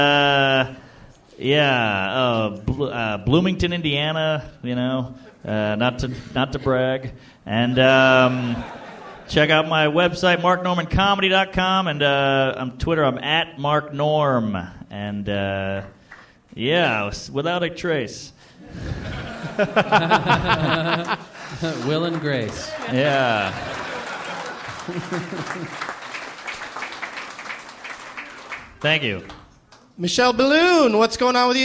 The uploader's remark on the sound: live from the Helium Comedy Club in Philadelphia